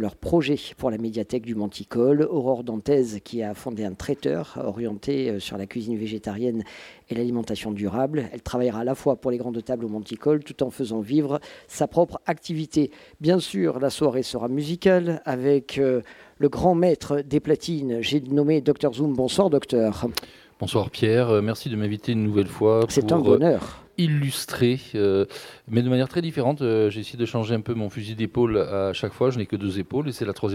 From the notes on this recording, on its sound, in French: Radio Grenouille au Festival Kouss Kouss 2022 - Le Monticole Culinaire. Le Grand Pastis délocalise son plateau et s'invite au Monticole culinaire, un tout nouveau « laboratoire » culinaire qui voit le jour au Plan d'Aou.